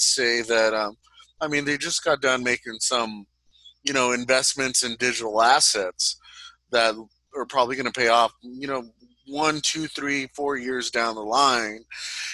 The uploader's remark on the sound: We conducted this meeting remotely on Zoom.